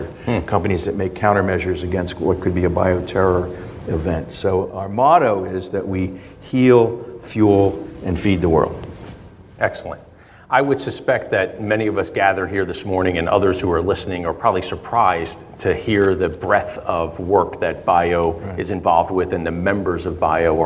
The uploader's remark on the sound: We gathered with a live studio audience at Thomas Jefferson University and Jefferson Health.